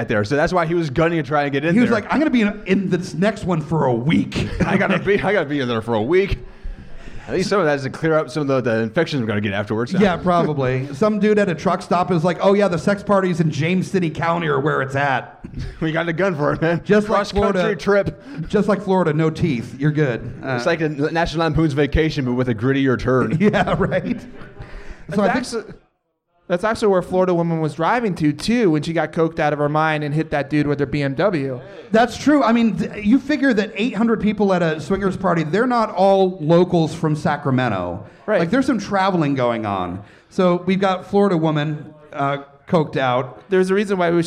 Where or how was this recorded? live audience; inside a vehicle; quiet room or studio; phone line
live audience